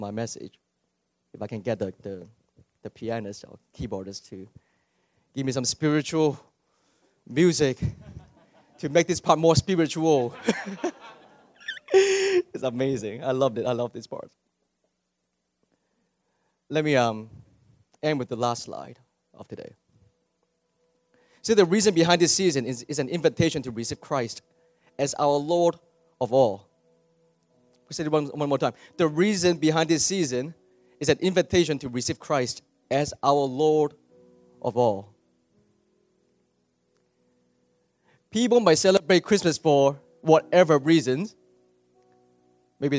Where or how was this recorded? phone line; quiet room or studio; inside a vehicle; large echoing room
large echoing room